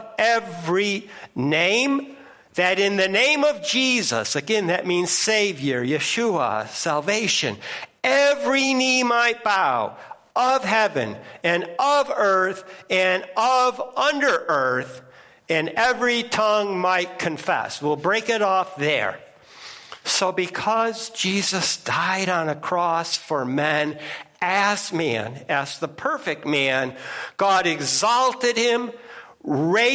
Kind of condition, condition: setting, large echoing room